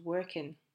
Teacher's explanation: Working also loses a sound and becomes working. Again, most of the time these ing endings will sound like in because it's quicker and easier to pronounce them that way